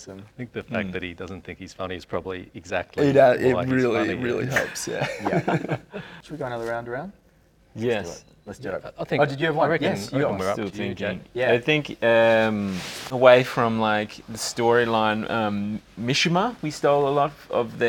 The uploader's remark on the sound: Shot on location at the Capitol Theatre in Melbourne during the Melbourne Film Festival 2023.